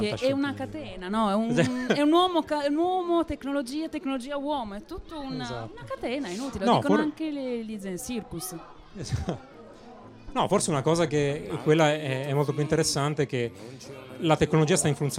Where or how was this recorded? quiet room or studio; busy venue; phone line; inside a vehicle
busy venue